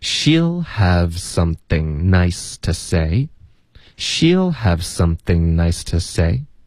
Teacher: 它里面其实唯一的变化呢，就是这个 to 会弱读成 t